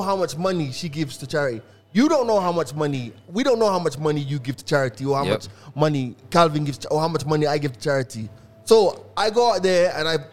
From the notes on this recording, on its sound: Today we are live at the only OFFICIAL Adidas store